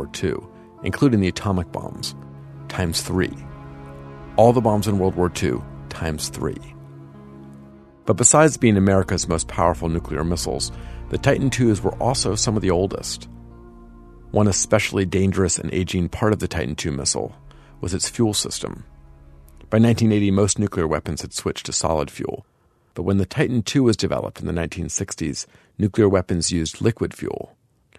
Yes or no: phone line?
no